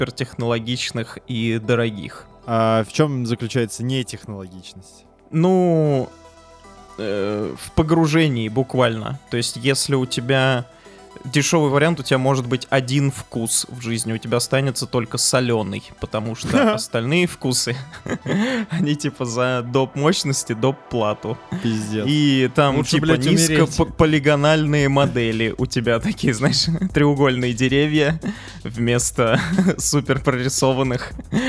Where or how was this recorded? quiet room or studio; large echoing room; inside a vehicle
quiet room or studio